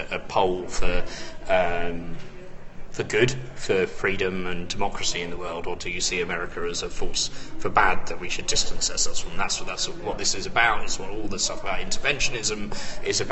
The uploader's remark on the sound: at the annual Labour conference